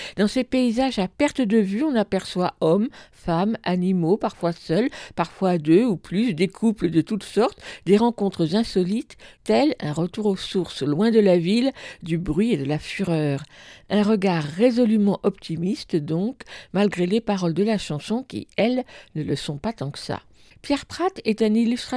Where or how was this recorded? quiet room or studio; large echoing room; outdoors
quiet room or studio